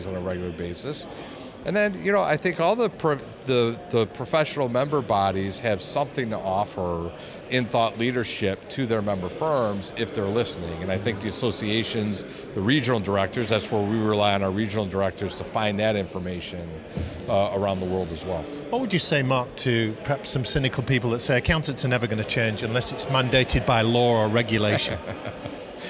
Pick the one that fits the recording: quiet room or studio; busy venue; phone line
busy venue